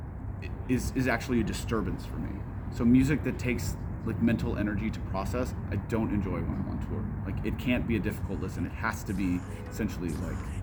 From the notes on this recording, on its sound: The interview took place on October 29th, 2022, on the front patio of VIVO Live Events in Overland Park, which is next to a huge parking lot, so there is a lot of traffic noise.